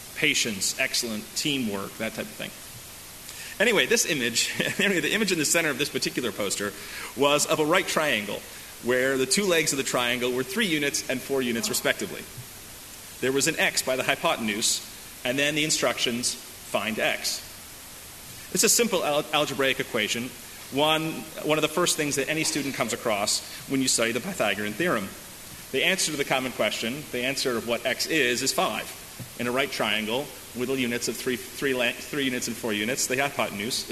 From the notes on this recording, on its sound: delivered at First Congregational Church of Houston on August 19, 2018